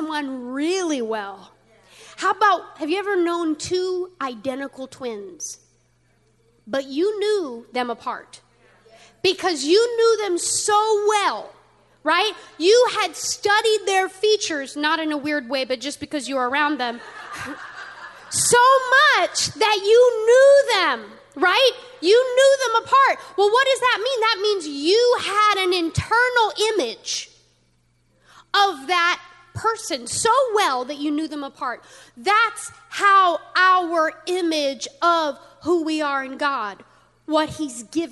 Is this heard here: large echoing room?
yes